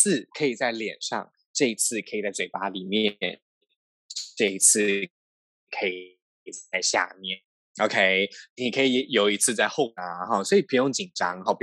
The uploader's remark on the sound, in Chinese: 本集採遠距錄音，因網路問題，時有斷訊、音訊不良或是雜音狀況產生